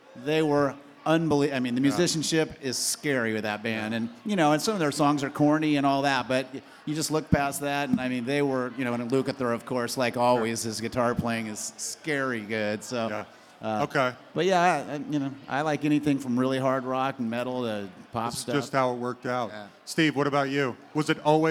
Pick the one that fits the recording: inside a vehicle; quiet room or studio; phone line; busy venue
busy venue